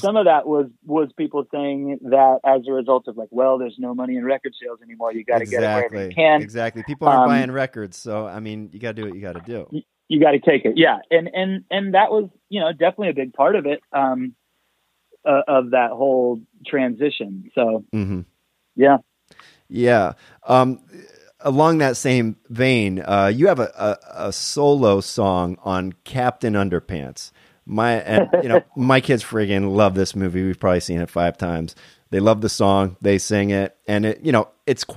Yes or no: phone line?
yes